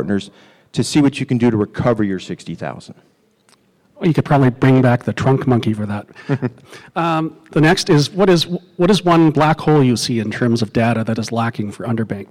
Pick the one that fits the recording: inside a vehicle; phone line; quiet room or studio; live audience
live audience